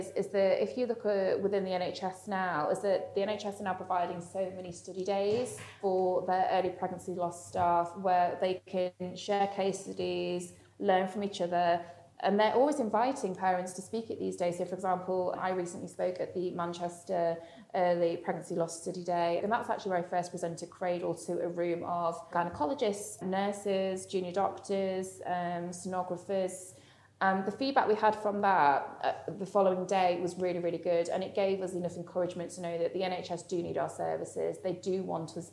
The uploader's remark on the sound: She managed to sneak in an interview with us whilst sat on the floor outside the toilets in Pret!